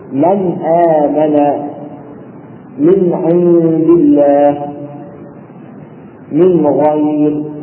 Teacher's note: والإظهار لغة هو التوضيح، واصطلاحا هو إظهار النون تامة بدون أي تدخل في صفاتها، لكن نأتي بها كما في حالة الوقوف عليها.